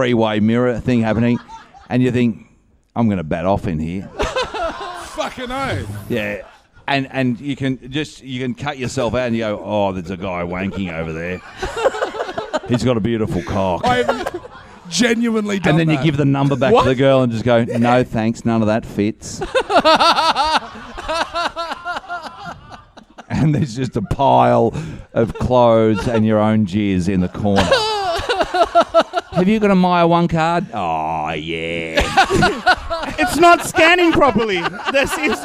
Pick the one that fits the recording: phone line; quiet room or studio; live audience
live audience